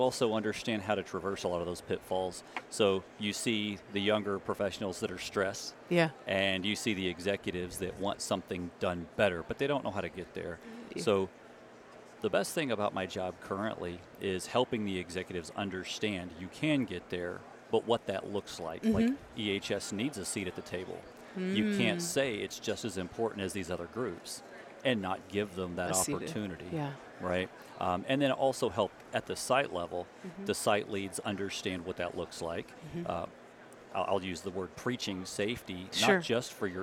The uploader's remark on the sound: Live From ASSP Safety 2023.